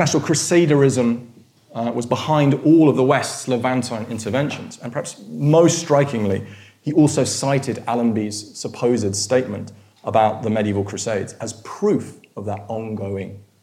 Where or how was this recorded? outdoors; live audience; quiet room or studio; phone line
live audience